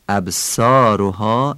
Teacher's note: صاد مثل سینه ولی درشت و پر از گلو تلفظ میشه، ابصارها. این لحن فارسیه، ابصارها این میشه عربی.